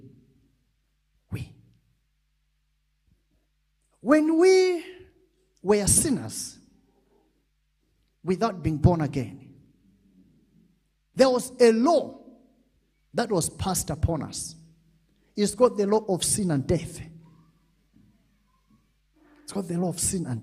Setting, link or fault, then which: setting, large echoing room